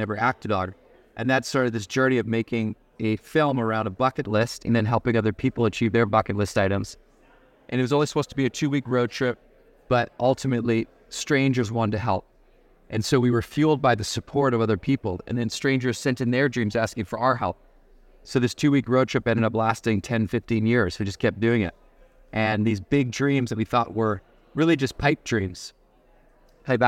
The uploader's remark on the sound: Part of the Future of Dentistry podcast series recorded at the Dental Trade Alliance meeting in Bonita Springs, Fla.